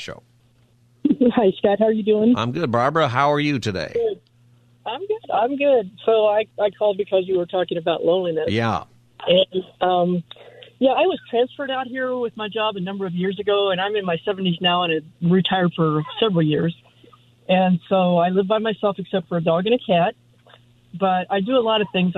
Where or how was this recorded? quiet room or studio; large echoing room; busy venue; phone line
phone line